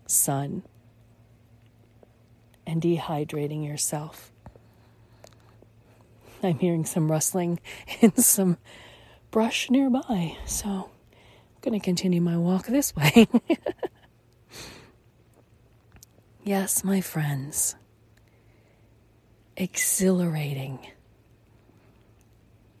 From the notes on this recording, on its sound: Finding Serenity in Sedona, Arizona, USA. There is a bit of over head air traffic and a few noisy motorized jeeps and ATVs that may also be out there along the paths but they are not often. The rest of the time you can hear the wind whip through the trees, the birds fly right past your head, the echo of small creatures as day turns to night.